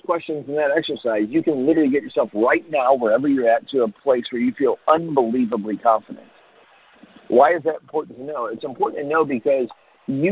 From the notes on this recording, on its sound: Team Freedom conference call on 8/16/19